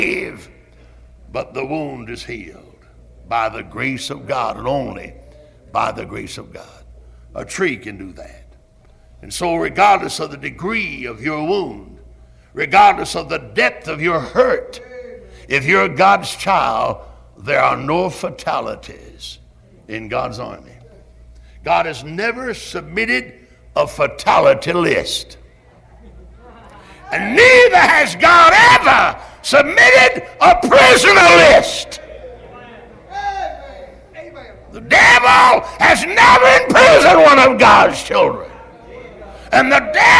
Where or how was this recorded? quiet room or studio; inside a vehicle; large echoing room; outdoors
large echoing room